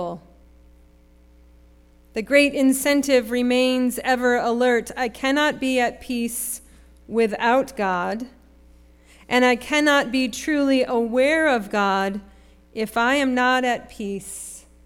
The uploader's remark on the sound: Sermon preached at RCHP on May 21, 2023.